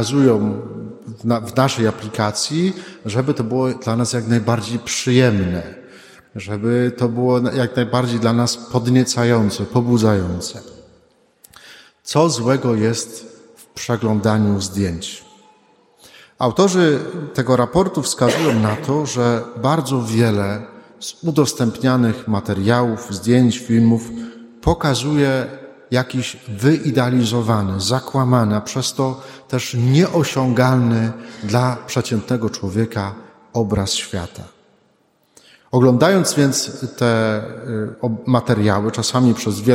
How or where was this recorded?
large echoing room